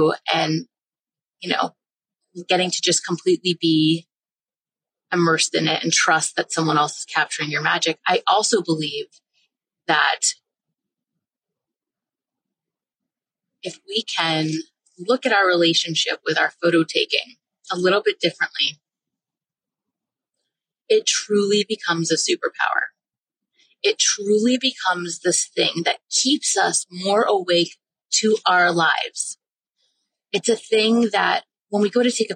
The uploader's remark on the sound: I was driving home and did something I've never done - recorded a podcast episode in the car.